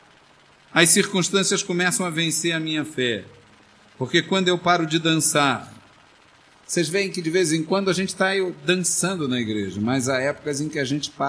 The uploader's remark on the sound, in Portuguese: Essa pregação foi gravada no culto de 09-11-2008 na Igreja Evangélica Congregacional do Lins.